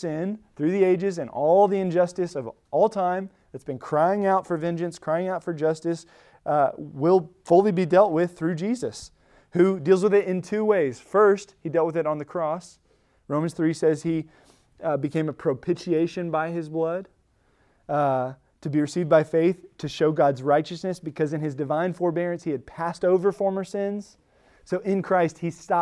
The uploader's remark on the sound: Recorded at Emmaus Church in Buford, GA on Wednesday, October 18, 2023